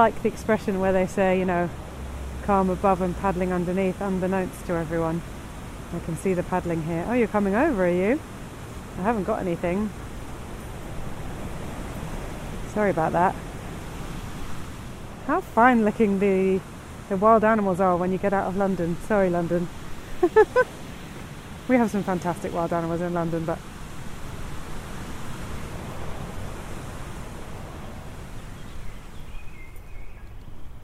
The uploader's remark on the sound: This podcast is recorded in 3D sound! She invites you to join her out and about as she captures those small, magical moments of everyday life, in sound. Thanks to 3D recordings, you’ll hear everything she does as if you were right there with her.